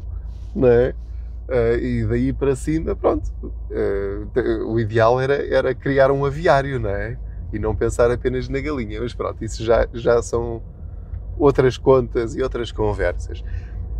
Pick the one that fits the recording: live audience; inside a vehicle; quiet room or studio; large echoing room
inside a vehicle